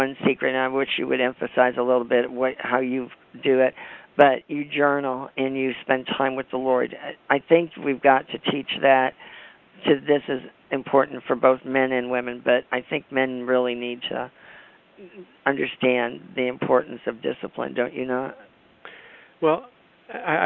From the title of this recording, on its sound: AUGUST 28, 2011 CONFERENCE CALL